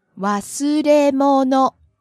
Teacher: Wasuremono starts low and stays high.